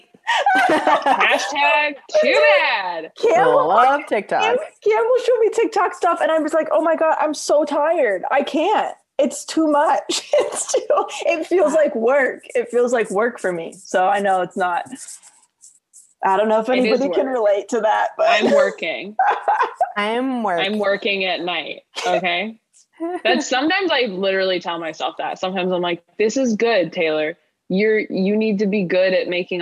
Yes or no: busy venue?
no